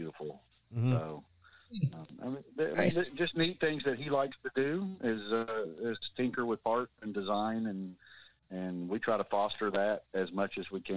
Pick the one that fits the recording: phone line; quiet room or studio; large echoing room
phone line